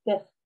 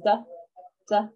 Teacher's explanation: The absence of the Dagesh Kal, it is believed indicated a softer dh sound rather than just duh, that hard D was a duh, like if you put your teeth or your tongue up at the top of your teeth, duh, right?